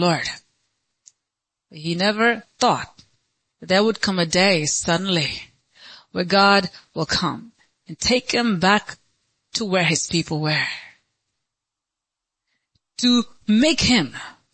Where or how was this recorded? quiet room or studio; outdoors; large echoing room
large echoing room